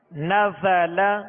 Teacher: زا کے اندر سیٹی کی آواز ہے، اس میں سختی ہے، تو اس کے اندر سختی اور سیٹی کی آواز جو ہے یہ اس کی خوبی ہے.